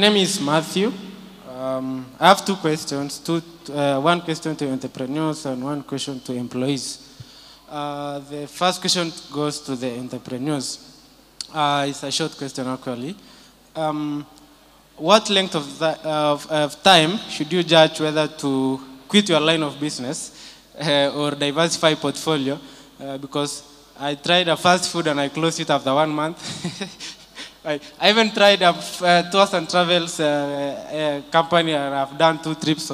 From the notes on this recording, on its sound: An exclusive live recording from the 1M Milestone FXPesa event. At SK8 City Nairobi.